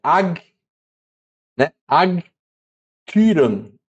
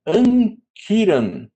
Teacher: toda vez que o gama antecede o kappa, o gama recebe o som de N · Shown in: second take · Então fica ankyran, tá?